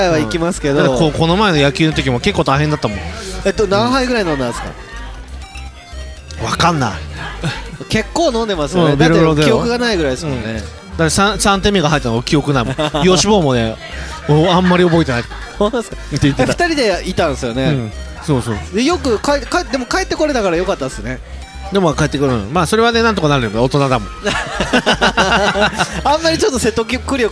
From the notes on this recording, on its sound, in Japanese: 愛知県東海市を中心に、お酒を呑みながらおじさんが喋るラジオ。今回は東海市大田町にあります楓花亭さんで収録！